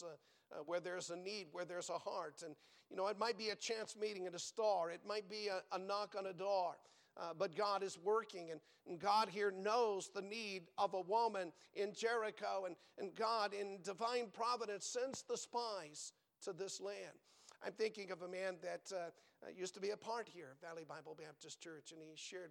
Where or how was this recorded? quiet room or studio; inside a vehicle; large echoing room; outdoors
large echoing room